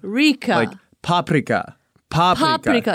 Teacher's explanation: I think the emphasis is on the first syllable